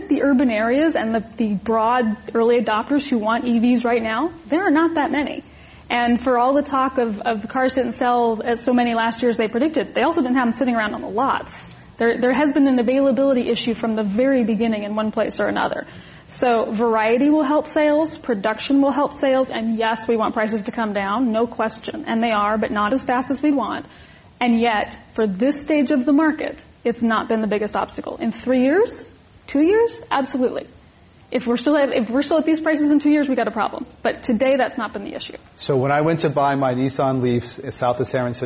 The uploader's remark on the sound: This program was recorded in front of a live audience at The Commonwealth Club in San Francisco on April 23, 2012